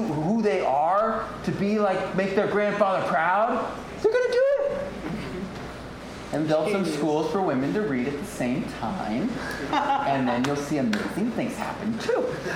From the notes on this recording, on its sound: LIVE At Golden Coast Mead. This is the first time running through the 5 Steps to an Abundant Future in front of an audience & with local representatives of the 5 Steps speaking as well.